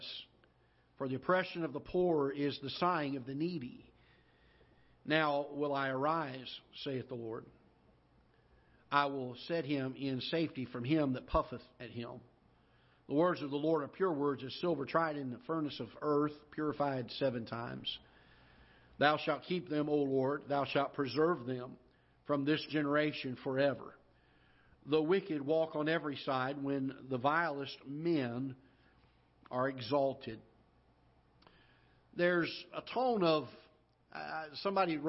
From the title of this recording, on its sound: Ketha Heights Baptist Church ~ Live Broadcast